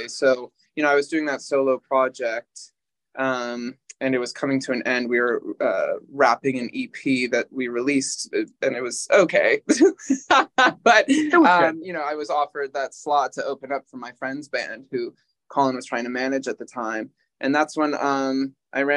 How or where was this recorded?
video call